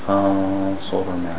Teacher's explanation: Put the tongue closer to the makhraj of the sad when you make the ghunna.